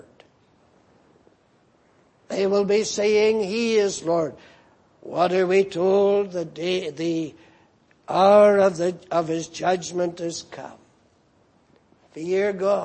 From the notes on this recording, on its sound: Preached in Grafton. At the Lord's Day Morning service on 13th January, 2019.